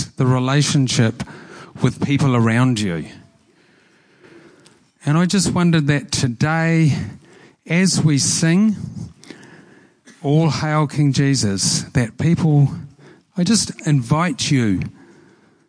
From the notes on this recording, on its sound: Preached at Horsham Downs on 13/08/23